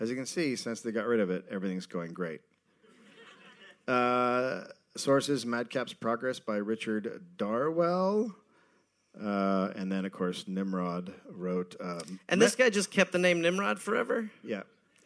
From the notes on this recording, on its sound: Recorded live in Birmingham.